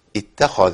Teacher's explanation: الخاء هنا محركه بفتح يعني في مرتبه عاليه من التفخيم، ما ينفعش ان انا انزل بيها خالص.